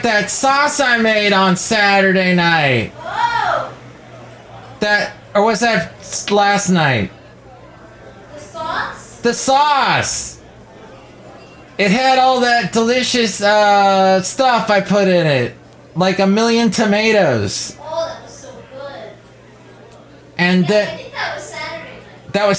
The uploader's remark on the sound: podcasts live from Café Anyway